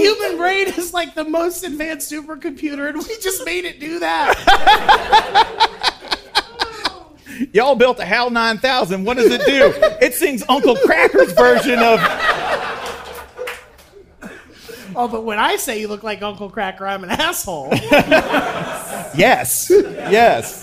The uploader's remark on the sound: Live at SXSW! We cut out the Q&A portion of the show.